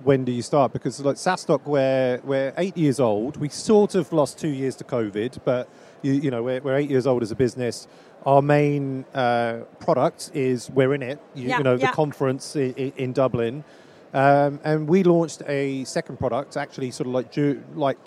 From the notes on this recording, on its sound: joined live from the #SaaStock2023 Podcast Stage